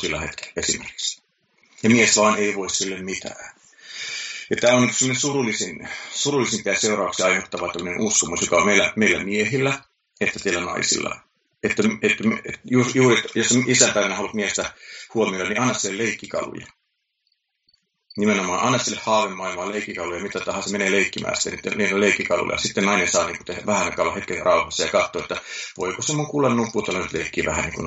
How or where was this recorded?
video call